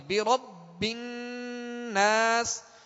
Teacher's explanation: با حرف قلقلہ میں سے اور یہ تشدید ہے اس کے اوپر، مشدد ہے، لہذا خوب جماؤں کے ساتھ پڑھیں گے